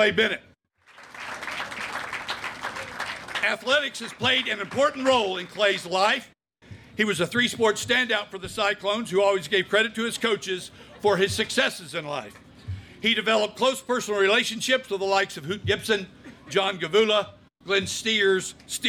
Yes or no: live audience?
yes